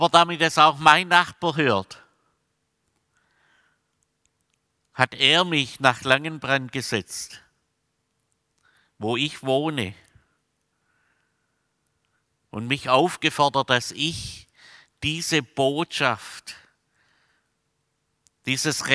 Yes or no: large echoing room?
yes